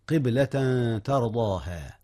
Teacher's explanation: ماذا أخفي هنا؟ أخفي التنوين مع التاء · Term: الإخفاء